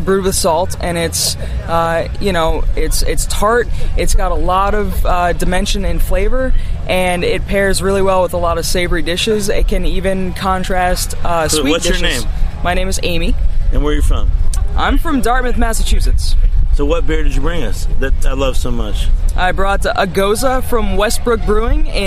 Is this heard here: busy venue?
yes